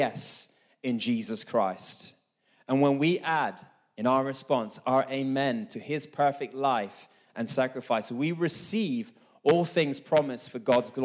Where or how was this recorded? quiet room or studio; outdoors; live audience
live audience